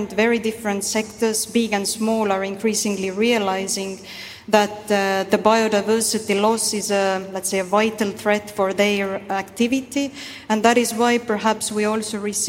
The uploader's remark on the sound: Recorded at Summit 22 — the Foundation's flagship annual event. This is third in a series of podcast episodes recorded at Summit 22 — the Foundation's flagship annual event — which brought together business leaders, policymakers, innovators, and global changemakers.